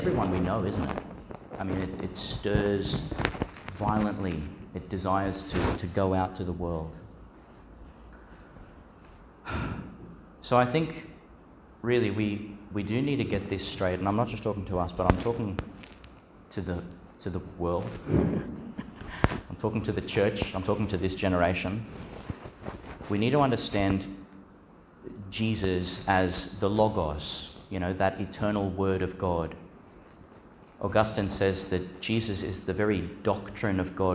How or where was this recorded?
large echoing room